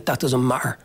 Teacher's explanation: there's a glottal pop where the T gets removed completely